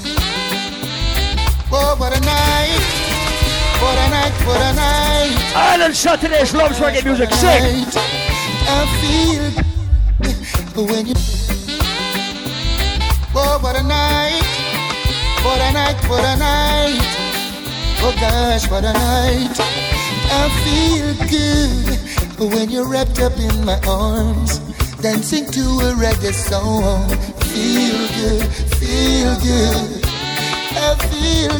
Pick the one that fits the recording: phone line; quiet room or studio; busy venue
busy venue